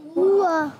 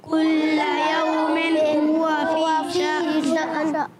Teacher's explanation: होता है वाव होंठों की गोलाई से और हरकात को बगैर खींचे बगैर झटका दिए मारूफ पढ़ते हैं